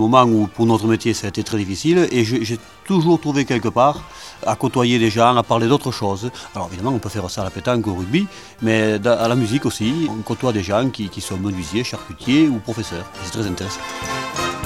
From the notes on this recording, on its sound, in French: Toutes les musiques ont été enregistrées en live sur place